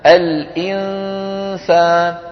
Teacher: الإنسان. هنا الغنة معها صويت مرقق، ما معها صويت مفخم، لأنه الفم متهيئ على السين والسين لا تفخيم فيها